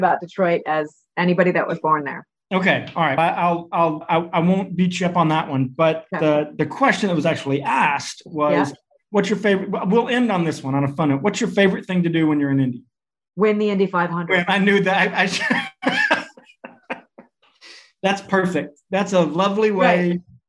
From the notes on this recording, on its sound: a virtual fireside chat